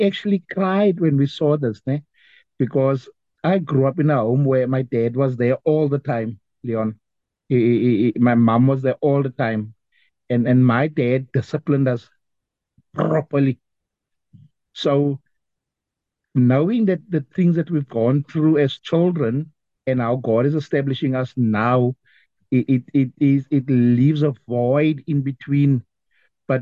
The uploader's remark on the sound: The Transformation Table Zoom Meeting on the 1 Jun 2023